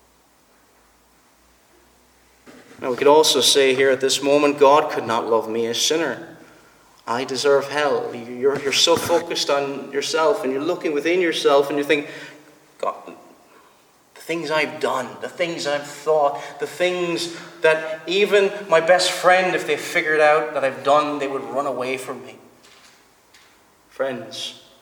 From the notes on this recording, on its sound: Preached at the Presbyterian Reformed Church, Stockton-on-Tees.